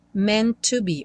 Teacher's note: vai ter uma ligação dos dois T's, né? Então, tem meant to be, um T só soando.